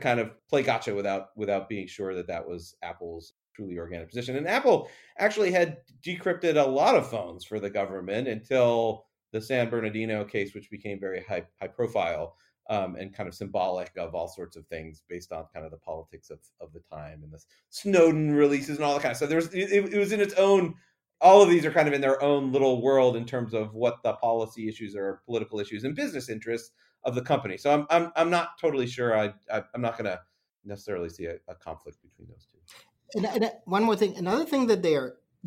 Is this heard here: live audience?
no